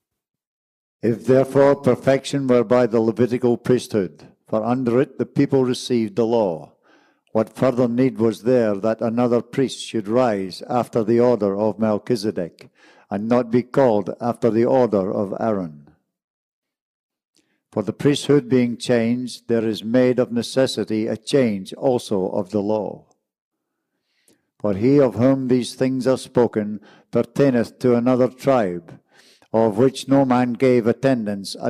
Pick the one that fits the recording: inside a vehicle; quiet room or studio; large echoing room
large echoing room